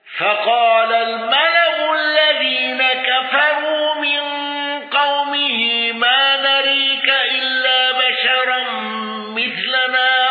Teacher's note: الأزرق بتقليل الراء وإشباع الصلة